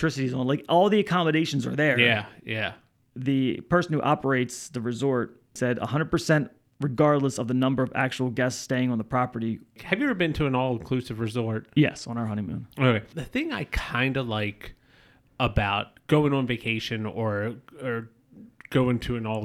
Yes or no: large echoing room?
no